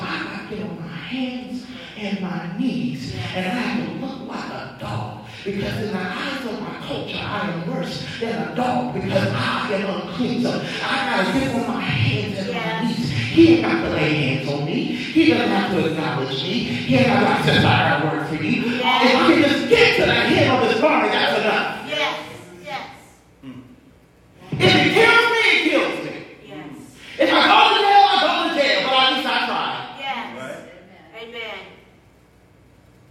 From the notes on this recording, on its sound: preached at Greater Works Outreach Worship Center in Nelsonville, OH